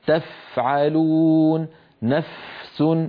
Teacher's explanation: الفاء الساكنة همسها أوضح · Term: الهمس